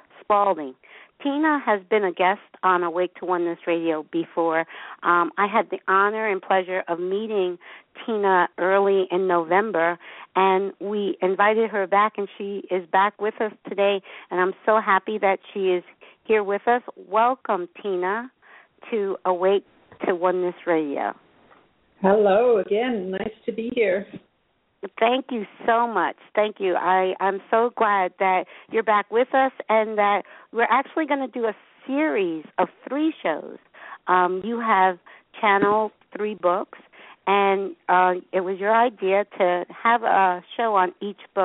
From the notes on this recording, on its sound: This will be a special 2 hour show giving callers the opportunity to call in with questions.